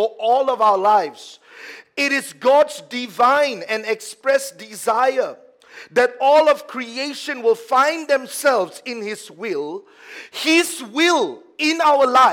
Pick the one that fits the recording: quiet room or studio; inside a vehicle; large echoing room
large echoing room